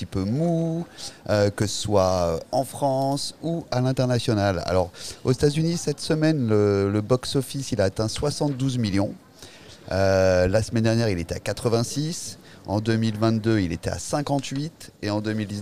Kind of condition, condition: setting, busy venue